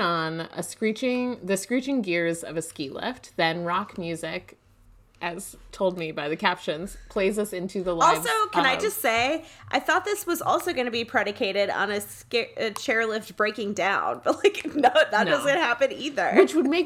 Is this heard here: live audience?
no